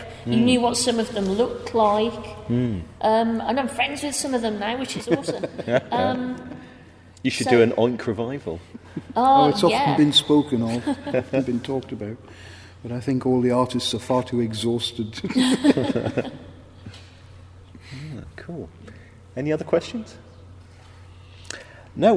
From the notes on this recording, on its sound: in an interview recorded at Caption comics festival, Coventry